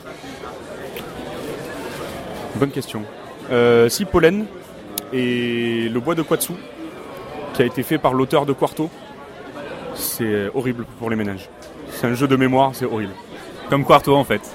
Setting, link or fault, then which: setting, busy venue